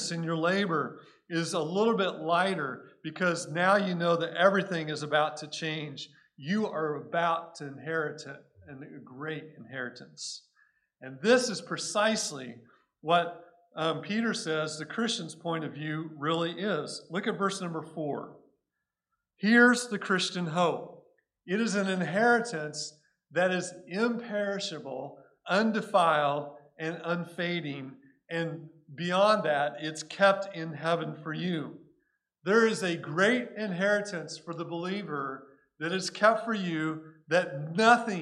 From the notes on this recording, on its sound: Recorded at Cornerstone Church in Mesa, AZ